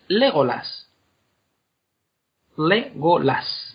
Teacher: Y cuando tiene más, lo habitual es que sean esdrújulas, o sea, que el acento lo lleve la tercera sílaba empezando por el final